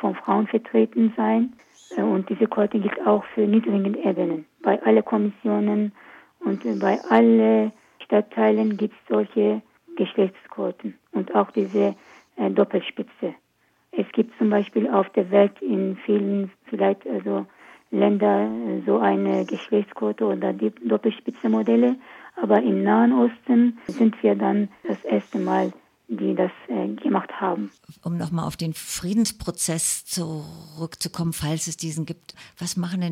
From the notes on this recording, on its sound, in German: In dem Telefoninterview. Tonqualität leider nicht so gut.